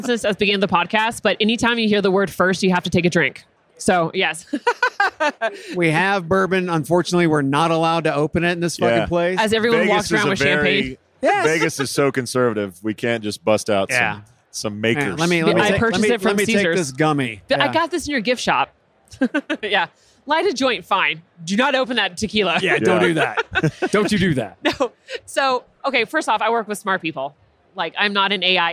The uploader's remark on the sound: Live from UNLEASH America in the Workhuman booth.